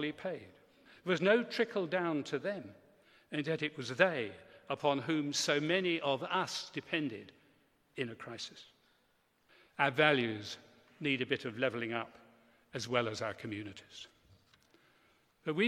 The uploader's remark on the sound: Delivered a speech this week at the National Cathedrals Conference in Newcastle Cathedral. The conference, “Different Country, Different Church”, included talks, workshops, and debate.